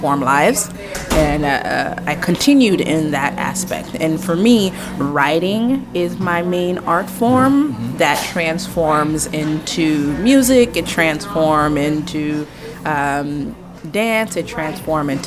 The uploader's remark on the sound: Live on location at Harold's Coffee.